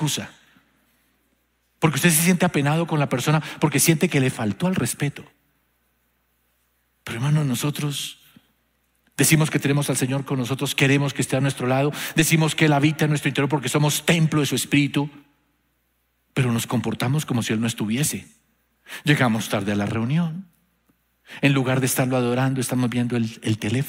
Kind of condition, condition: setting, large echoing room